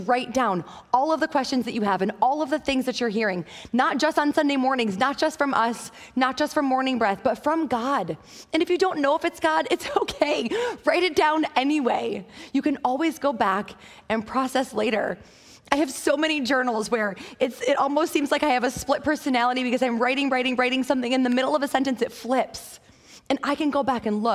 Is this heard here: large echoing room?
yes